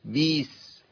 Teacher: اول خطا توليد ياء من كسره الباء